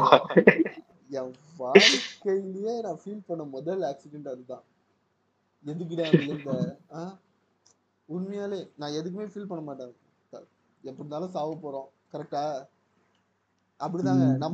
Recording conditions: poor sound quality